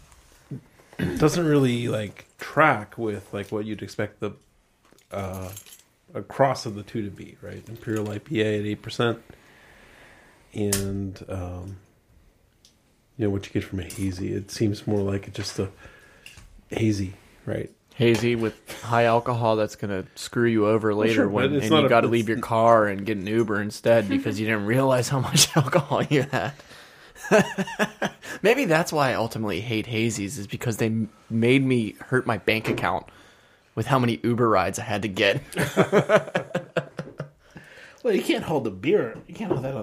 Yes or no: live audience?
no